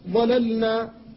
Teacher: فاللام ساكنة قبل النون وهما متقاربان في المخرج، فلا بد من فكها حتى لا يقع الادغام · Term: الفك